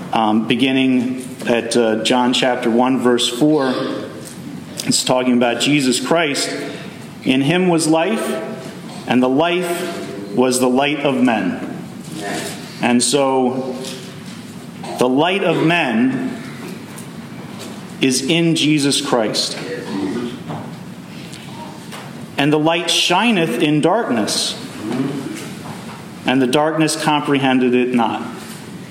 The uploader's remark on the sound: Message delivered Sunday, December 3, 2023 at Mt Carmel Primitive Baptist Church, Bel Air.